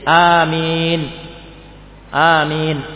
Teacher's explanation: Jadi amin, amin, waqaf. Huruf hamzah dibaca dengan mad tabi'i, panjangnya dua harokat, dua harokat